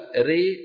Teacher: بداية هذا الصوت حركة فرعية مركبة من مين ومين؟ من فتحة وكسرة · Term: الإمالة